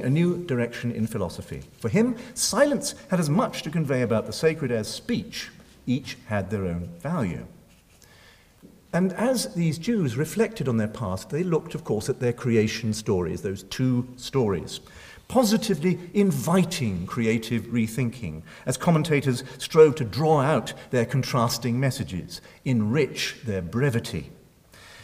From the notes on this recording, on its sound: Recorded Monday 23 April 2012 at St Cecilia's Hall, Edinburgh.